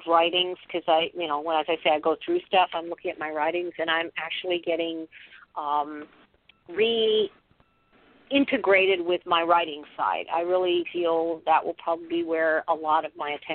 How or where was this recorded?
phone line